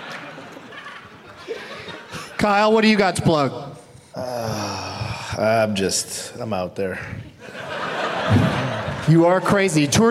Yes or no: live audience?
yes